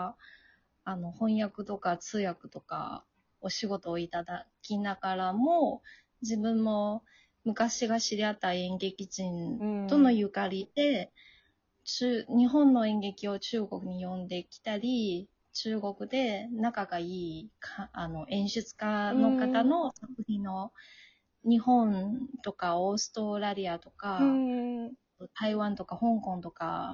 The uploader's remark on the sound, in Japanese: 元職場の先輩(北京在住)。リモート収録。